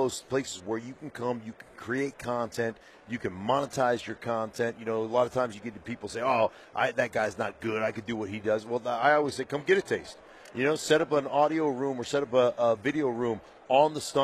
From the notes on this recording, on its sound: live from Radio Row in Las Vegas